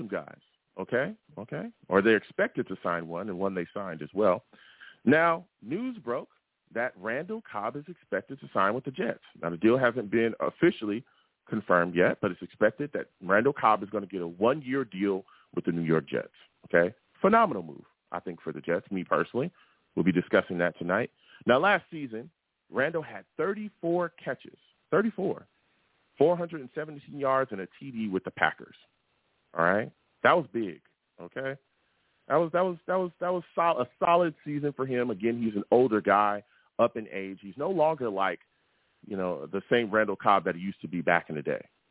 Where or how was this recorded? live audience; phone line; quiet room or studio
phone line